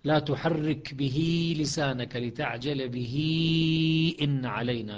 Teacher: لأن الهاء وقعت بين متحركين، بين الباء المكسورة وبين الهمزة، أو لا تحرك به لسانك، بين فتحة اللام وبين كسرة الباء في به. فهنا باتفاق القراء الآن الهاء تحرك بحركتين · Term: مد الصلة